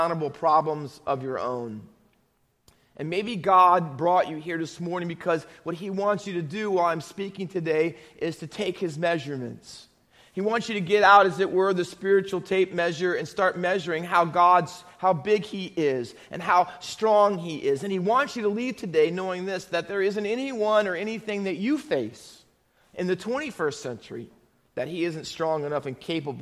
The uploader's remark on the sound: Faith Baptist Church in Hamilton, NJ.